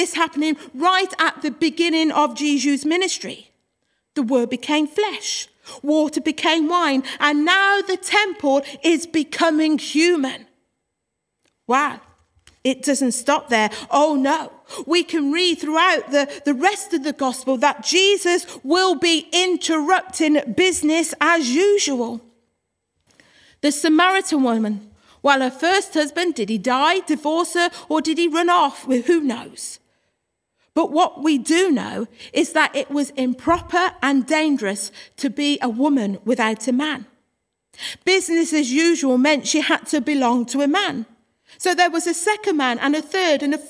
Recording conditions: large echoing room